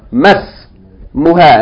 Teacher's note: Notice, we have ma with a long vowel, and we have ismuha, but when you put it together, you don't pronounce the kasra right, because hamzatul wasl, so you say mas muha.